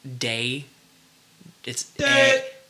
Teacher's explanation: It's like there's the D consonant, and then it's like A. It's going from an A vowel to an E vowel. · Term: diphthong